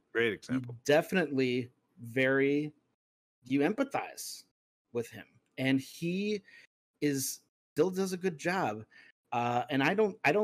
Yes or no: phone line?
no